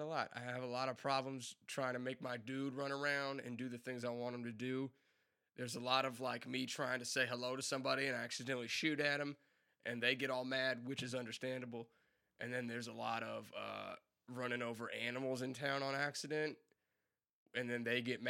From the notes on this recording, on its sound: Apologies in advance for the uneven audio levels. I didn't properly test them before I started recording.